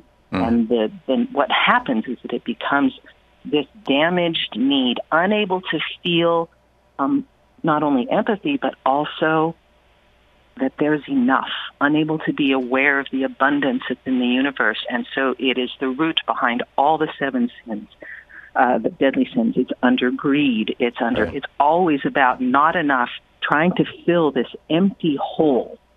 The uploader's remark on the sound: Listeners call